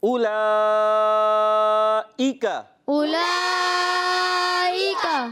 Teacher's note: حمزہ کی ادائیگی کلیئر کرنی ہے عین نہ ہو جائے یہ آپ نے خیال رکھنا ہے بعض بچے عین کر دیتے